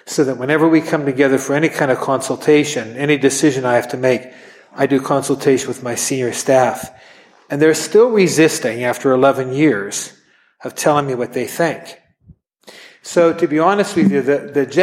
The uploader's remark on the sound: at an event we recently hosted